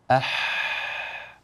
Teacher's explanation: الحاء هكذا أح، صوت ممتد صاف واضح يخرج من وسط الحلق